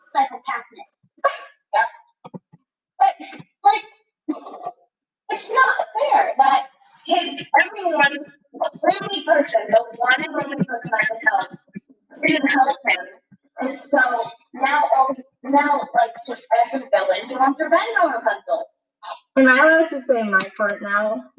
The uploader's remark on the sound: Sorry about the background noises!